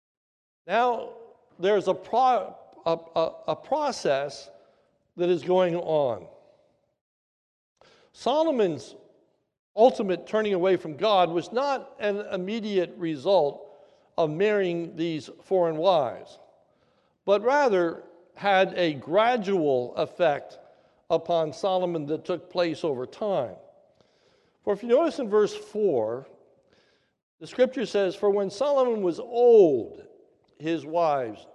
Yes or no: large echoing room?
yes